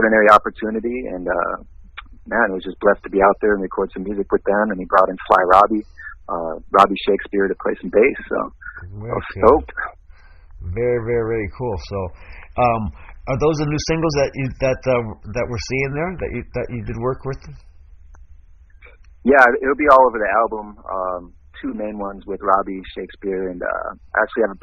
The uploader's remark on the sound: I had a chance to get him on the phone while he is in Hawaii.